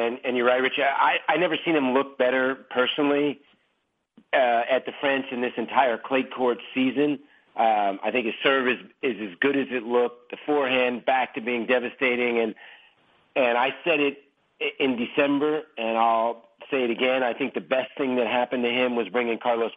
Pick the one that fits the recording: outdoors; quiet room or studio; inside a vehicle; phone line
phone line